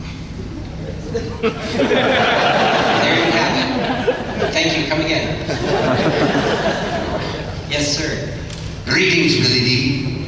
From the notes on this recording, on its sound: a Q and A panel from last years Kansas City Comic Con